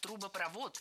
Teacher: Ударение в этом слове ставим на последний слог и ориентируемся на исходный глагол.